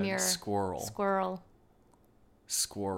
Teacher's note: sometimes there'll be like a two-syllable word with R in the middle and Americans refuse to pronounce the second syllable · Term: American accent